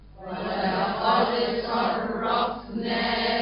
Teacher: الصاد فيها استعلاء وفيها إطباق، في حاجة كل لسان فوق.